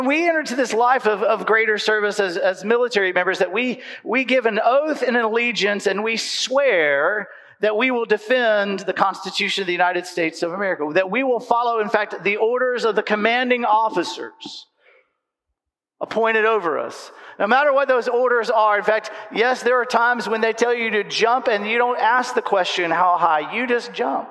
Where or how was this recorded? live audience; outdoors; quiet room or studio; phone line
live audience